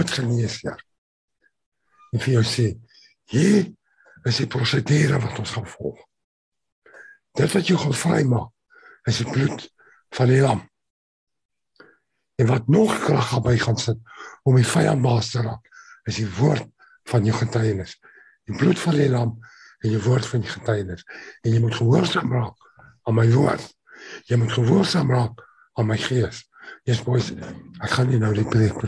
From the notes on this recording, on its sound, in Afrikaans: Manne van die Woord Zoom Byeenkoms 15 Maart 2022